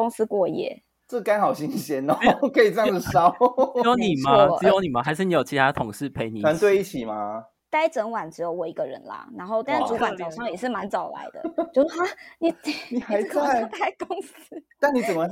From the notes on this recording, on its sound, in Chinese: 本次線上錄音遇到麥克風問題，影響收聽體驗還請包涵